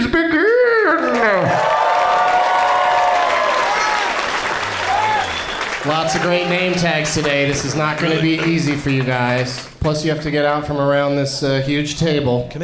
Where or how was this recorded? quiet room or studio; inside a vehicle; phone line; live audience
live audience